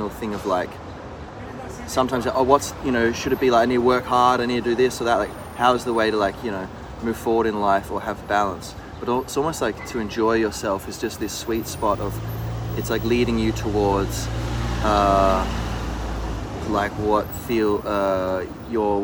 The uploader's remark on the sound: We come to you live (so to speak) from outside the walls of the Vatican, sporting sleek Italian shirts, delicious iced coffees and a will to be free.